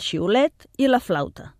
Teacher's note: Tots dos comencen amb una fricativa, xeix, F, sons que es produeixen estrenyent el punt per on passa l'aire. Això mateix és el que fan els instruments de vent.